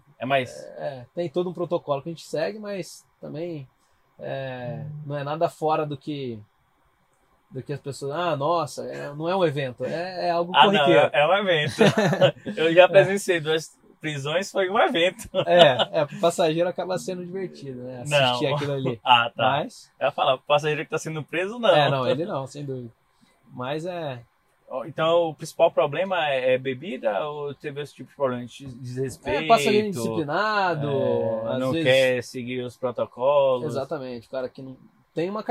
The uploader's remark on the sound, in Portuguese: Dentro de um Cessna, no Hangar do Aeroporto de Congonhas gravamos esse podcast